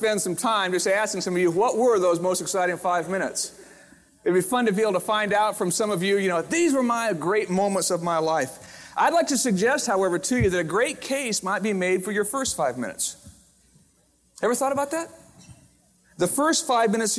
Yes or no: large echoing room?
yes